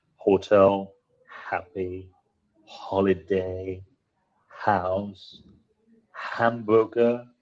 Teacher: estas palabras con H, en inglés, esa pronunciación J no es tan fuerte, sino que es una H